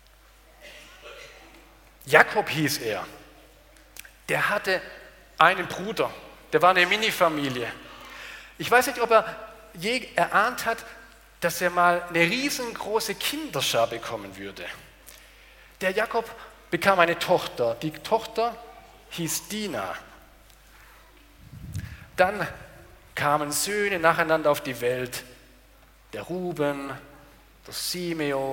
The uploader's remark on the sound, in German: aus dem Gottesdienst der Liebenzeller Mission